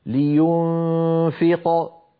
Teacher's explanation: ولو وقفت فقلت لينفق صارت القلقلة كبرى